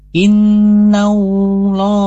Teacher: Walillah itu ada kasroh, sedangkan di sini innallah, lafadz Allah bertemu atau sebelumnya ada harokat fathah, maka dia dibacanya tebal. Dan kebanyakan tebal ketika membaca lafadz Allah seperti innallah ya, jangan sampai ada huruf waw di pertengahan. Contoh innallah, hati-hati jangan ada huruf waw setelah sebelum huruf atau lafadz Allah. · Term: tafhim